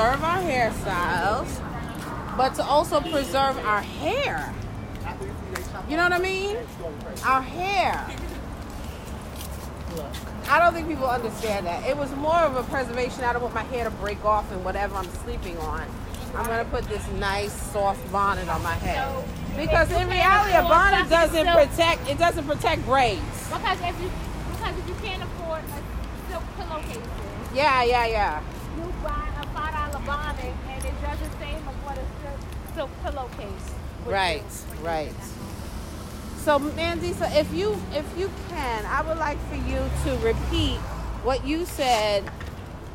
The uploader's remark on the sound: Walking along the streets of gentrified Bed-Stuy after a disappointing meal at a local spot…